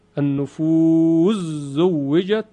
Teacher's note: ادغام سین در زای